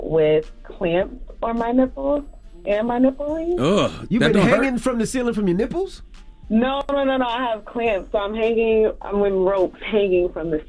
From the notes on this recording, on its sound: Today on the show we opened up the phone lines